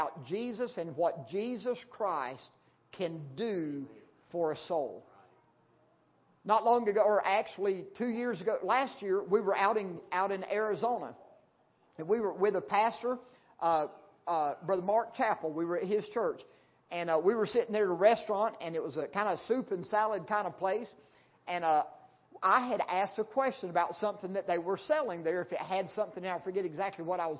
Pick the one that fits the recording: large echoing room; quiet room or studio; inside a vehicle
large echoing room